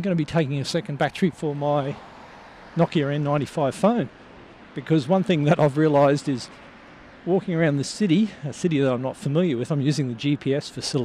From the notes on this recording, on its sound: While walking home I thought I’d reflect on a couple of things